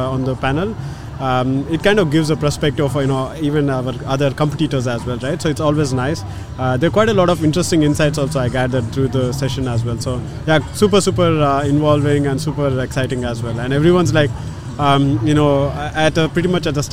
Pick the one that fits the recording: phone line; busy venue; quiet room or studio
busy venue